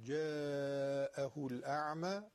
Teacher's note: مد متصل. چقدر بکشیم؟ حداقل 4 حرکت، 5 حرکت هم میشه کشید